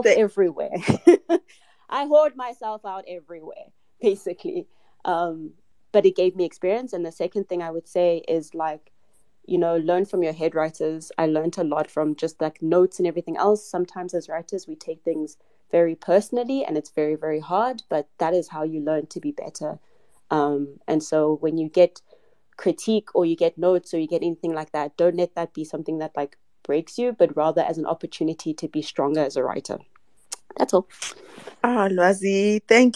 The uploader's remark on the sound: This is a recording of a live conversation I hosted on Twitter Spaces